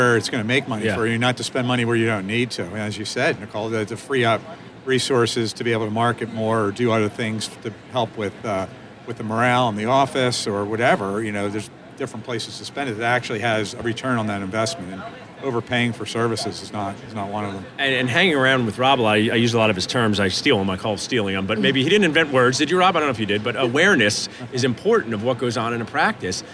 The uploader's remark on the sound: Live from Darby at the GNYDM 2019. Live from the Darby booth at the GNYDM 2019.